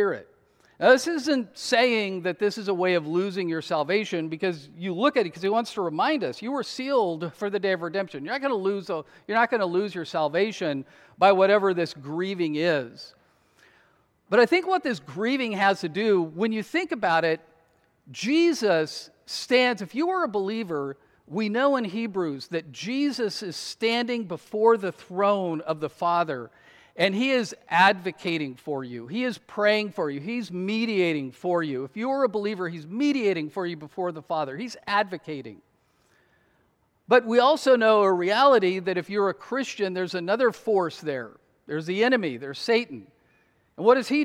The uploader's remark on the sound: to the congregation of Peace Bible Church in Salem, Oregon